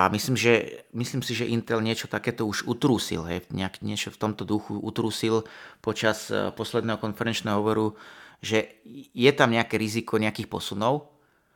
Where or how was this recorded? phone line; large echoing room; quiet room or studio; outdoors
quiet room or studio